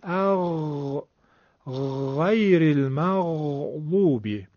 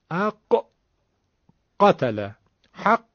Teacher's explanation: ببینید، اگر بگین ق اق دیگه قافه. فرق غین با قاف در اینه که قاف رو شدید و تک ضرب میگیم